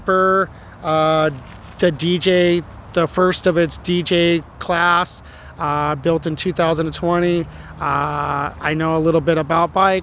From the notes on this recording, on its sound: Loaded up the mobile recording equipment and headed out to Gateway Green, the first bike park in Portland, Oregon. Gateway Green is located in East Portland and offers an asphalt pump track as well as single track trails.